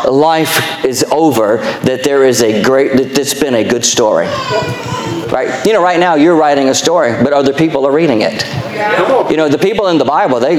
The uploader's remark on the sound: Our Sunday Evening Service podcast, recorded live.